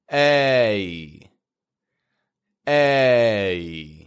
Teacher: It requires two clear movements to make it. It's strong in the beginning, and it makes a sound like eh, eh, like an E. And then you bring your jaw up to make this fading ye sound. So it comes out like a, a.